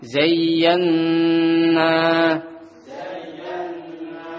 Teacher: Jadi tasydid pada ya lebih pendek daripada ketemu dengan tasydid pada nun.